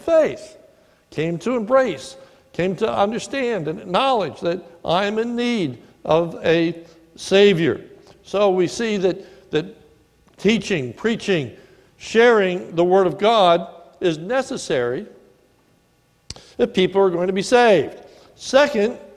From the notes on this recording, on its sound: a sermon recorded at the Lebanon Bible Fellowship Church in Lebanon, Pa on 7/14/2019 during the morning service